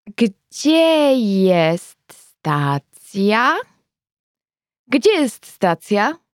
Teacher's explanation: Note the rising intonation